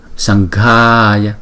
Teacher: chữ ng cũng đọc từ trong cuốn họng của chúng ta luôn